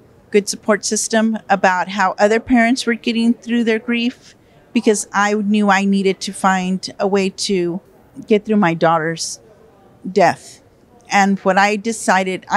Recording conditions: busy venue